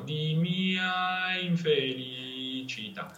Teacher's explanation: passare lentamente dalla A alla I, senza puntualità. Non deve esserci un punto esatto dove viene la I o dove viene la A.